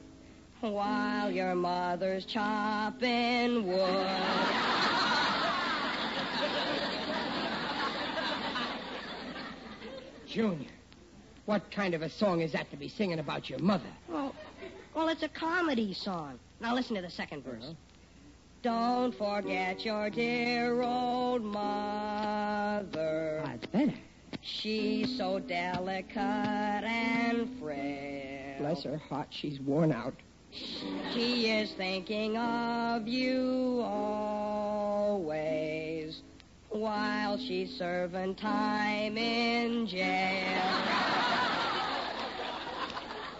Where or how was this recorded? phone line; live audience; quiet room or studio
live audience